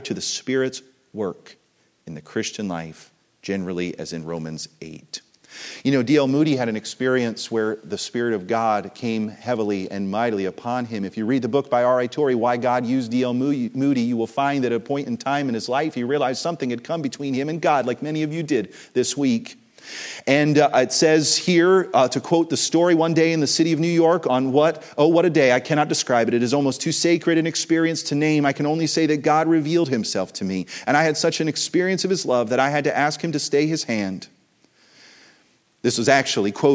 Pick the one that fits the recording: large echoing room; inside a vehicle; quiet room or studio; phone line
large echoing room